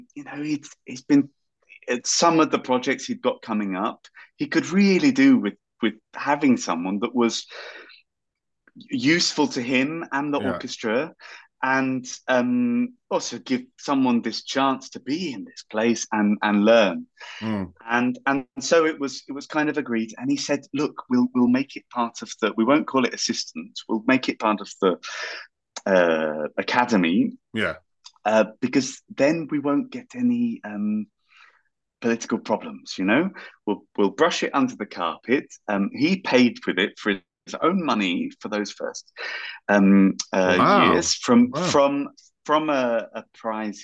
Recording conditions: video call